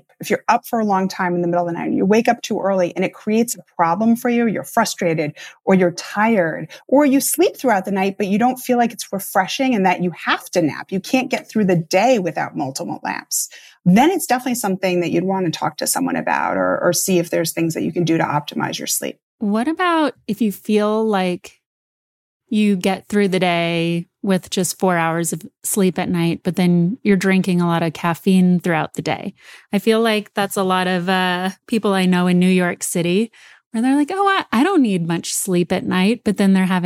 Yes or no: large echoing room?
no